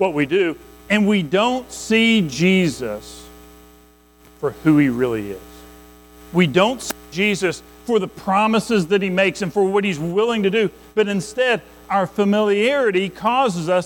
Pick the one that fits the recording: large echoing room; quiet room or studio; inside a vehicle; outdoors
large echoing room